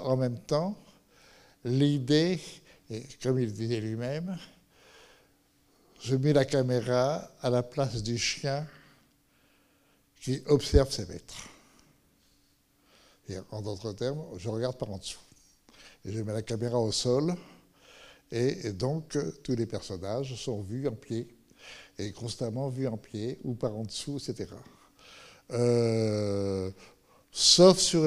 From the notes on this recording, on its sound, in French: Enregistrement intégral de l'intervention. Suite à la projection du film le 19 novembre 2014 au Centre des arts d'Enghien-les-Bains.